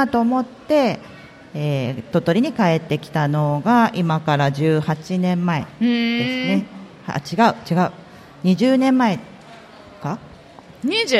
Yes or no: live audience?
yes